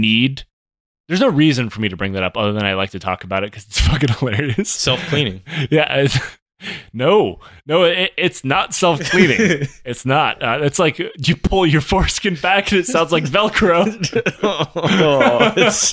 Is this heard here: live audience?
no